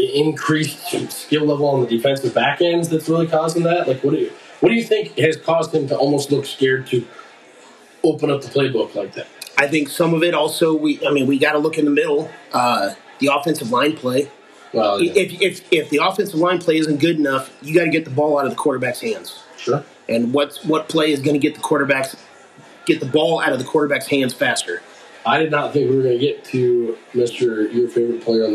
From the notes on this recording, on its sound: You'll hear that in the recording quality on this first one, but it'll be better by next time.